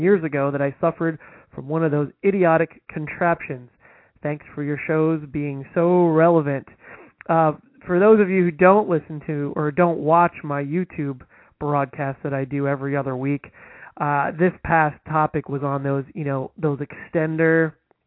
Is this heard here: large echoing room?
no